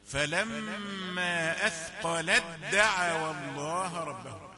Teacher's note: إدغام كامل لا يأتي شيء من الهمس ولا من صوت التاء ما تعتبرش أن في تاء موجودة أثقلت دعوى مدغمة في الدال